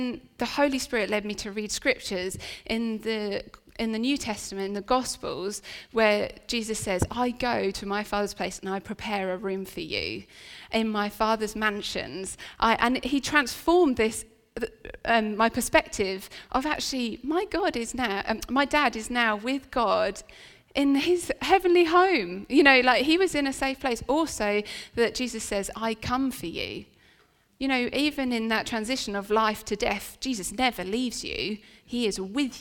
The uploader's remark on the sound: This sermon was recorded on Sunday 26th November 2023 at our Great Denham venue.